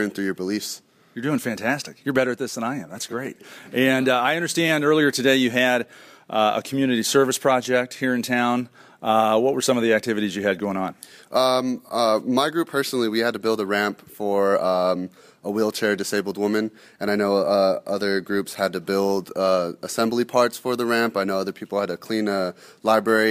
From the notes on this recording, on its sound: Live at the Triangle National Convention. We begin Live at the Triangle Fraternity Leadership School.